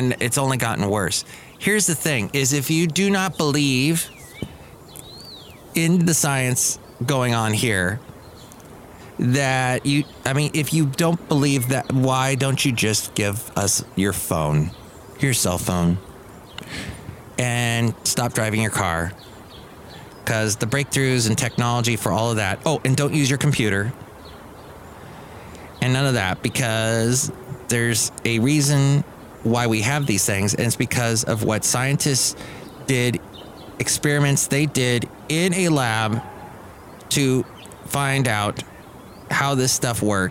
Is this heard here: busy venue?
yes